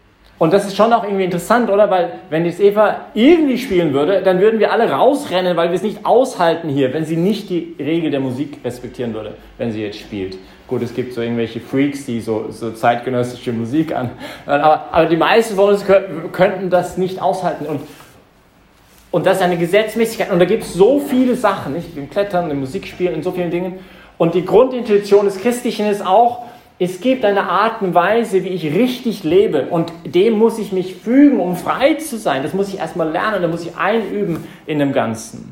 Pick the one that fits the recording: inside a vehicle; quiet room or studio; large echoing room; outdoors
large echoing room